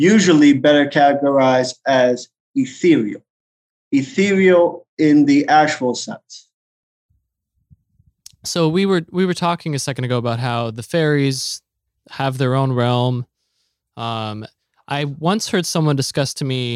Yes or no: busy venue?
no